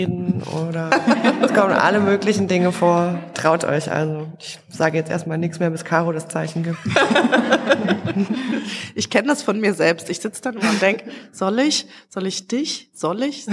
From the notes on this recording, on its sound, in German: unserem Live-Podcast, diesmal im Rahmen des „Memento Mori Festivals" in Wien.